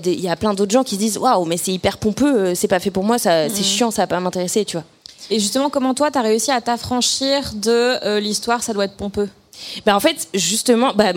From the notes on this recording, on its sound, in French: Cet épisode a été enregistré en public au Culture Fest le 28 mai 2023